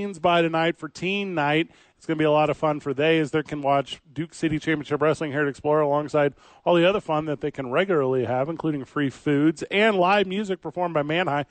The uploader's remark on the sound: live from Explora.